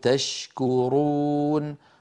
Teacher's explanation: الشين من وسط اللسان، الكاف من أقصى اللسان مع الحنك اللحمي والعظمي، أيضا ليس بينهما علاقة ولا إدغام.